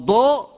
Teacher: فحرف الضاد حرف رخو، وأما صوت ضاد فهو صوت شديد، وحيث إن من صفات حرف الضاد الرخاوة وليس الشدة، فإن جعلته شديدا فقد أخطأت في صفته بالإجماع، فيجب أن يخرج من مخرجه، ويجب أن تعطيه صفة الرخاوة لأنها التي نص عليها بالإجماع. فإن قلت ضوء فهذا صوت شديد، بالإضافة إلى أنك أخرجته من غير مخرجه